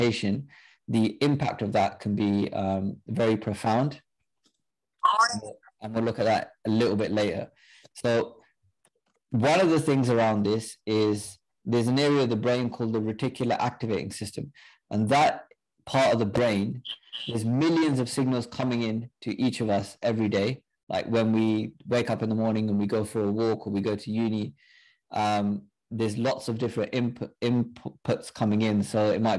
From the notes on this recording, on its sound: a recording from a zoom call with Westminster University UK Sikh Society